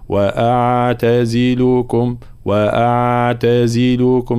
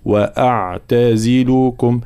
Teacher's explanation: حرف العين طبعا من حروف التوسط بين الشدة والرخاوة في كلمة أعتزلكم · Shown in: second take · إذا لم ننتبه هنا إلى تحقيق صفة التوسط فالعين تصبح كأنها رخوة، فنقول وأعتزلكم وأعتزلكم لا وأعتزلكم، لابد من معناها التحكم في رخاوة العين لكي تكون بين الرخاوة وبين الشدة، وأعتزلكم هكذا فالانتباه.